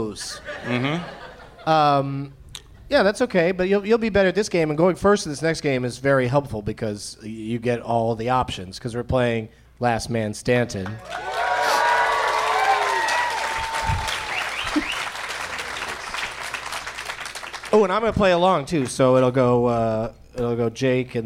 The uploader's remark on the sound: Live from the Helium Comedy Club in Portland